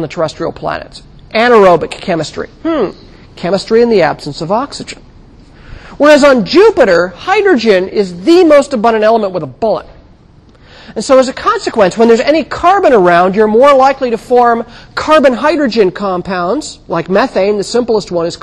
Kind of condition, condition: setting, large echoing room